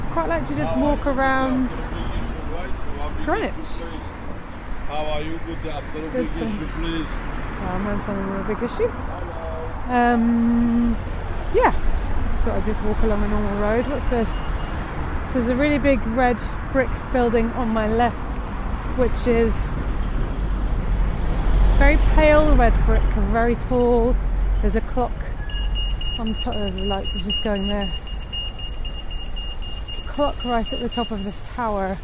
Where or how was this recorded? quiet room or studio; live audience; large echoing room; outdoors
outdoors